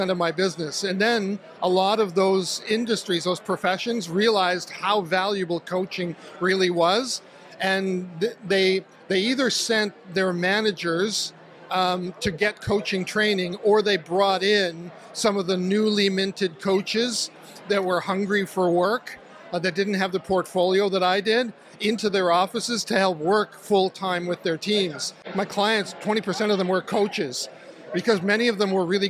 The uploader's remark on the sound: recording at the Tri-Cities Chamber of Commerce Business Showcase where they interview multiple people from many different industries